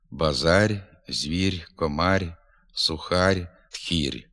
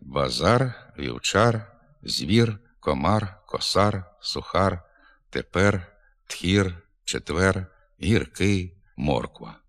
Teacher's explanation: «р» у кінці слова і складу в українській літературній мові вимовляється твердо · Shown in: second take